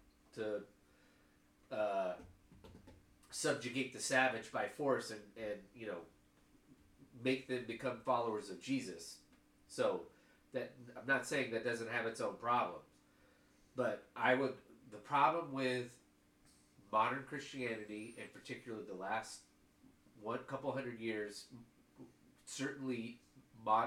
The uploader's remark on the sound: Apologies for the technical issues as we had a mic malfunction.